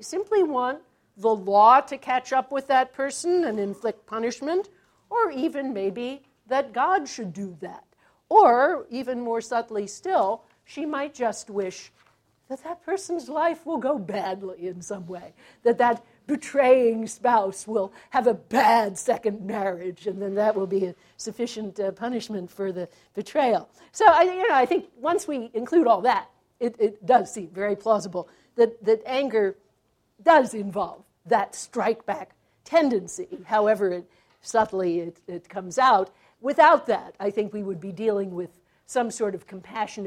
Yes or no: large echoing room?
yes